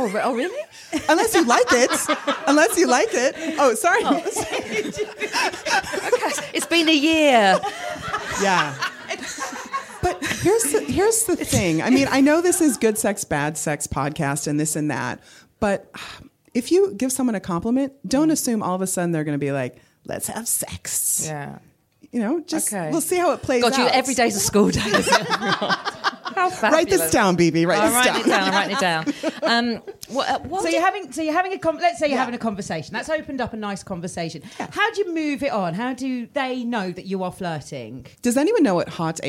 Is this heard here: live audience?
yes